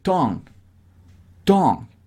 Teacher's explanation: el g de tongue apenas si suena muy leve